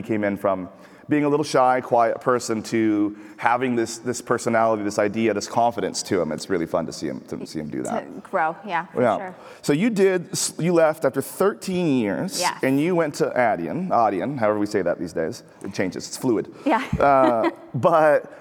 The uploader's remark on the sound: LIVE Interview. From the PaymentsEd main stage! I was invited to do a live taping of my show at PaymentsEd San Diego from the main stage!